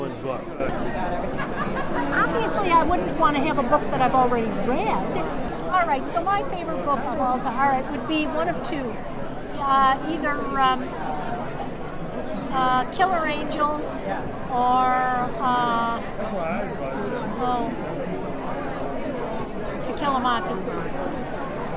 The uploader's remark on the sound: asks authors and attendees at the 2015 Books by the Banks festival